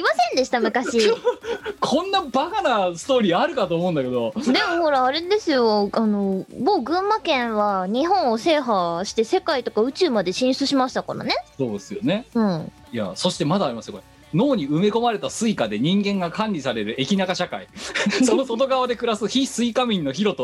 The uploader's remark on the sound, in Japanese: 本番組はリモート収録です。収録時環境の影響により、聴き取り辛い部分があります。